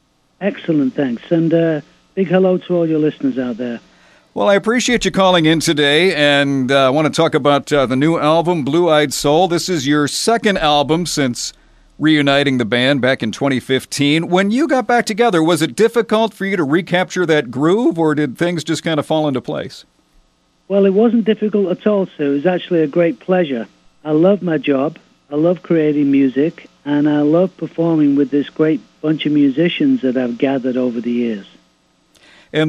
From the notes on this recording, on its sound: called in for a chat